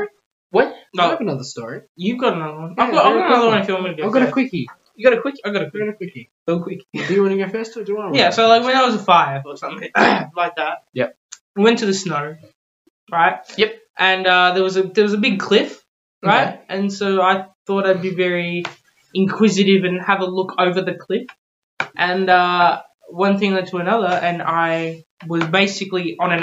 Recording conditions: poor microphone